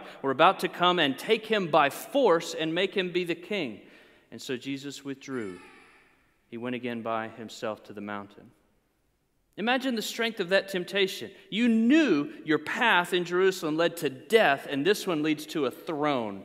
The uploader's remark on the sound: preached during a Good Friday Service